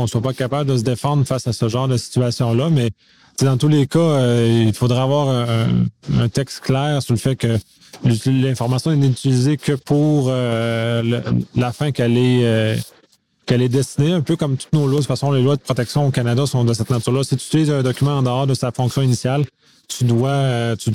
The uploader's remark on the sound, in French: Épisode au Colloque ISACA 2019